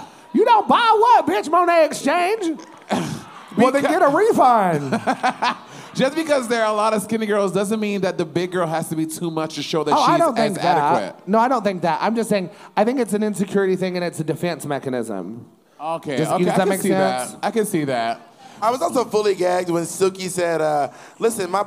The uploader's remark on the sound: This week the girls are LIVE at Sony Hall